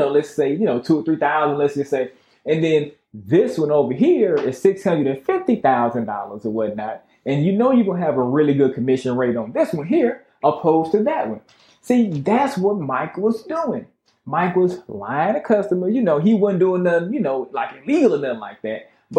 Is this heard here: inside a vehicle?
no